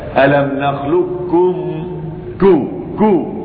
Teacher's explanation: والخلف بنخلقكم الخلف بين أن تضغم القاف في الكاف إضغاما محضا كاملا إضغاما كاملا أقصد أو إضغاما ناقصا، فإن كان الإضغام كاملا نطقت بالكاف مشددة داخل فيها القاف كلها باستعلائها، وإن كان الإضغام ناقصا أضغمت القاف في الكاف إضغاما ناقصا، أضغم القاف في الكاف إضغاما ناقصا. · Term: الإضغام الكامل